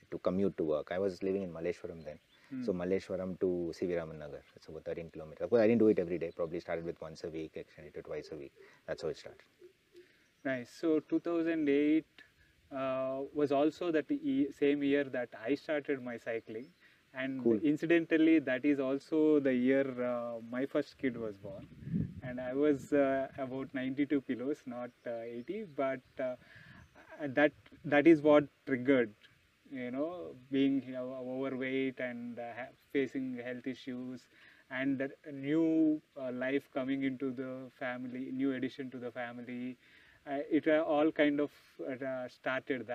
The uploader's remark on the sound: We recorded this episode on the banks of river Badra in Kalasa when we went on a bike trip a couple of weeks ago.